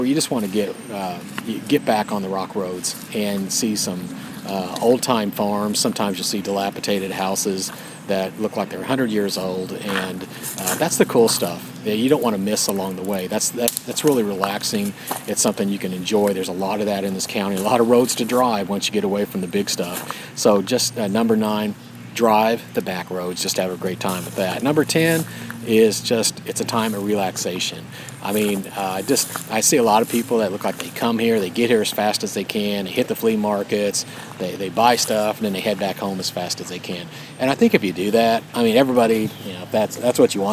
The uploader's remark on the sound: Recorded live from a campsite at Raccoon Lake State Recreation Area.